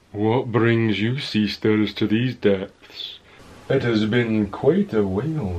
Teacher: So I did it very low. I changed the shape of my larynx. I pulled them down real low and then you made a yawning sound.